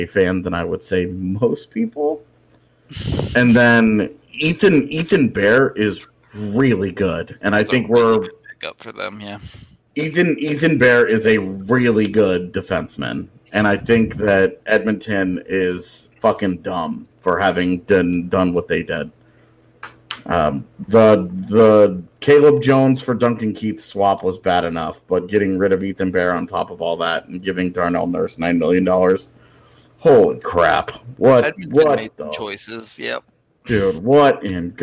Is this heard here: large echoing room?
no